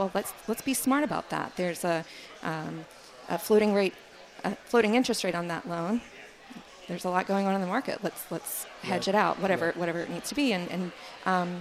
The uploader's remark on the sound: at the Wharton Sports Business Summit 2018